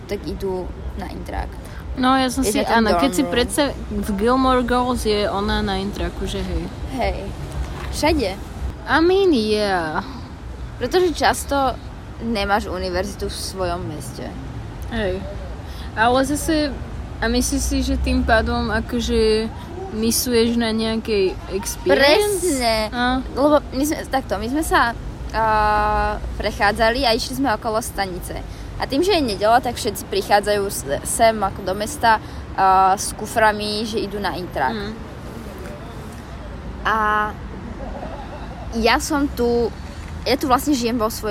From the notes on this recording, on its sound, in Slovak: opäť nahrávaná vonku, takže sa ospravedlňujeme sa zvuky naokolo